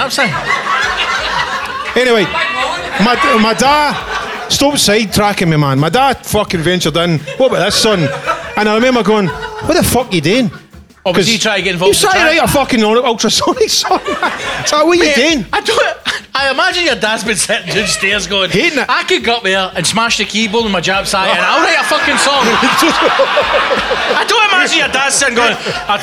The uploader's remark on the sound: Was recorded live at The Classic Grand, Glasgow. Record the very first LIVE episode in front of 100 hero's.